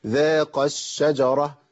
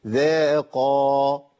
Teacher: يسقط عندي حرف المد في الوسط · Shown in: first take